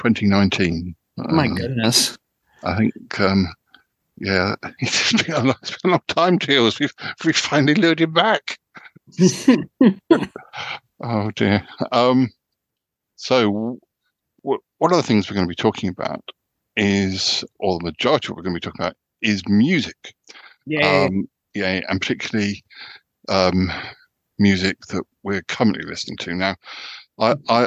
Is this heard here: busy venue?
no